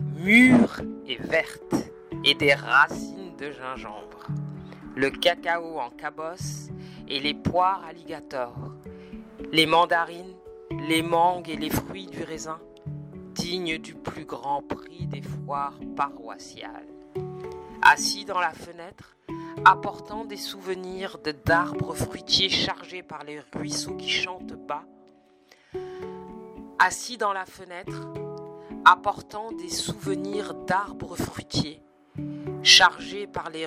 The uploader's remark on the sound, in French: Mini-Podcast voyageur en direct de New York - Jersey City